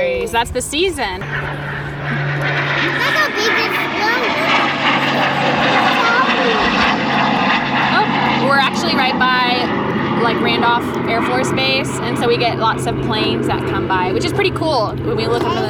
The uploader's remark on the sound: Airplanes in the background and fellow 2–5-year-olds talking about stuff we do at farm school so be prepared for some loud noises and fun conversation!